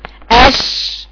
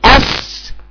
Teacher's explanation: لغه انتشار واتساع الهواء بيبقى مال الفم وانا بقرا الشين، اصطلاحا انتشار الريح داخل الفم عند النطق بالشين حتى يصل للصفحه الداخليه للاسنان · Shown in: first take · يعني بيملى وبعدين يوصل اش، بيملى الفم كله اش. · Term: التفشي